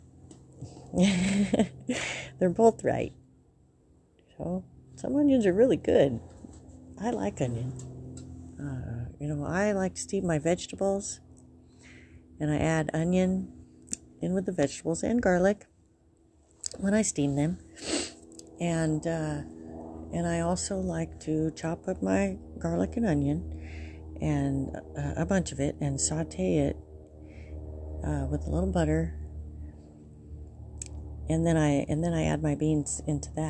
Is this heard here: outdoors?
yes